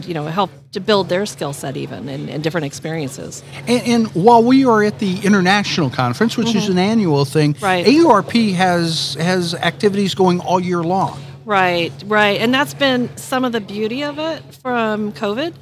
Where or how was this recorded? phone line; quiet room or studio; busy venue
busy venue